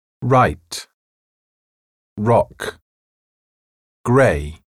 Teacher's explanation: En anglais, le R n'est pas prononcé avec un raclement de la gorge comme en français. On le prononce en dirigeant la pointe de la langue vers le palais.